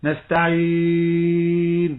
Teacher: إذن عندما نسمع مثلا من يقول نستعين نقول له أخطأ. الخطأ هنا عندما تنظر إلى الشفتين تجد أنهما ليس في وضعية الانفتاح. نعم. ولذلك تخرج كأنها مفخمة، يقول نستعين، وتسمع هذا كثيرا، لكن الصواب نستعين.